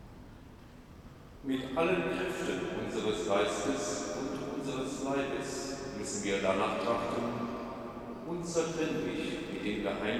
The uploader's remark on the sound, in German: Mitschnitt der Trauermette an Karfreitag